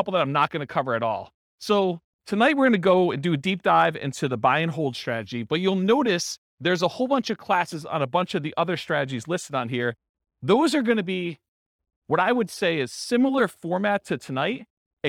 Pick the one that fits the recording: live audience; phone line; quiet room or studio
live audience